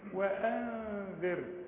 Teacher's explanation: نون بدون تشكيل بعدها ذال، نخفيها ونغنها، والنون دي لا نستعمل فيها اللسان أبدا · Term: الإخفاء